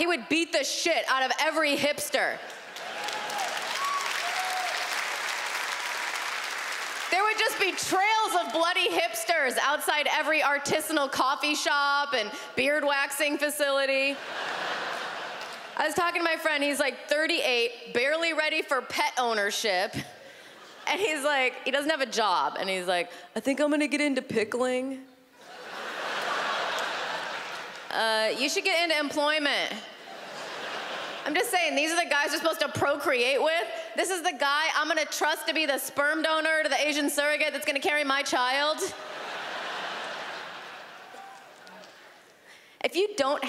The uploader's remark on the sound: stand up from the Just For Laughs Festival in 2015